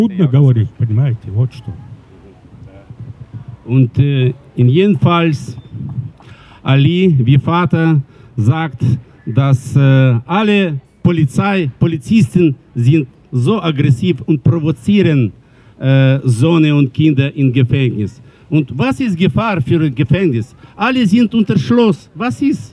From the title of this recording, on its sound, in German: Ausschnitte aus Kundgebung im Wiener Stadtpark am 15.7.2023